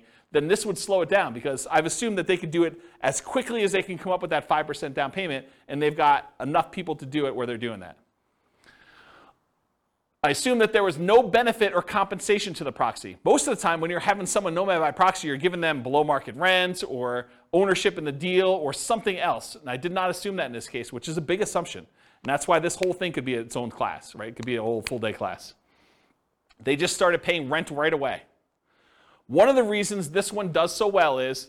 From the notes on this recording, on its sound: This was a live class recorded. The live in-person version.